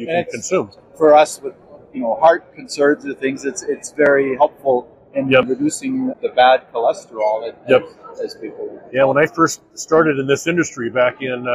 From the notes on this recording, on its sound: Interviews he recorded live from the show floor. IBIE Trends Roundtable.